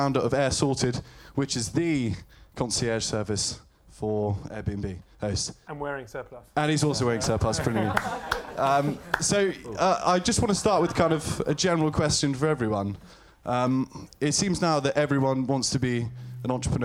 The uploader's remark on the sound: It marks the first time we’ve ever recorded the podcast in front of a live audience. At the Conduit Club in Mayfair with five of the most exciting young entrepreneurs in London.